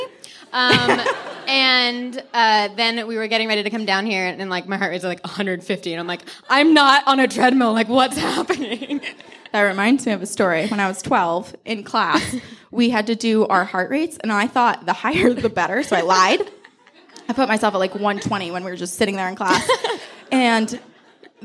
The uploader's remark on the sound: Live at the Hollywood Improv